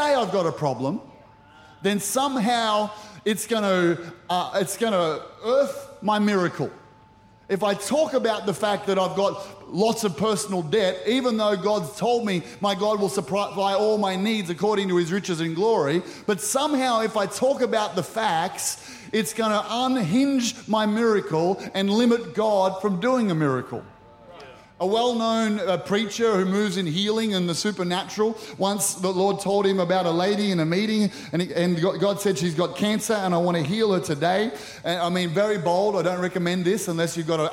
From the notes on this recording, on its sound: Recorded during our 9am service on Sunday.